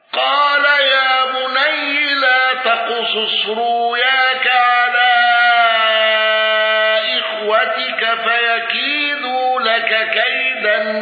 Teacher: بتوسط المنفصل وإبدال الهمز والنقل